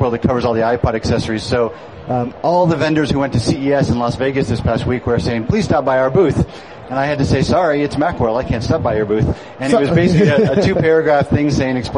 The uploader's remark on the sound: live at Macworld Expo 2007